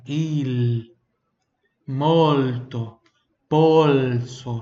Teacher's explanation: Não tem som de U